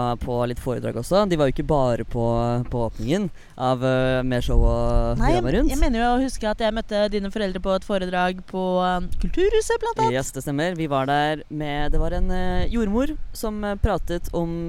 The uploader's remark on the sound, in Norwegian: har tatt med seg lydutstyret ut i Oslosommeren